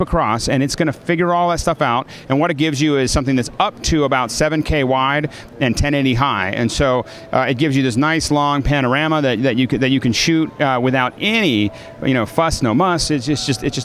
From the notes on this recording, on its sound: From the show floor at PMA 2010.